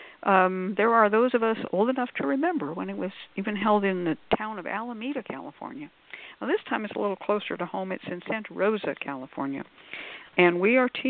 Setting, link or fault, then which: link, phone line